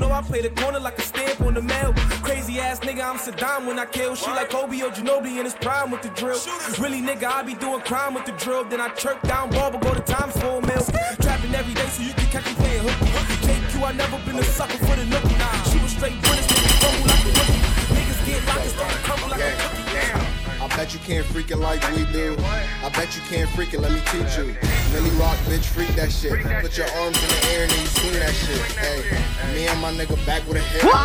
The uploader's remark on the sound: live set at Soulbaila in Hartford,CT.